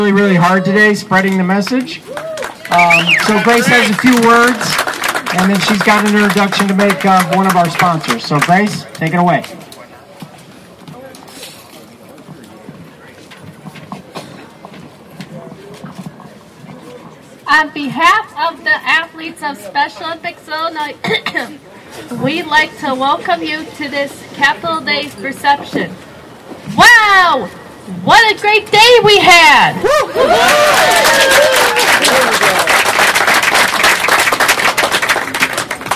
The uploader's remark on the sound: podcasting live from Springfield, Illinois for the first-ever 2016 Capitol Day for Special Olympics Illinois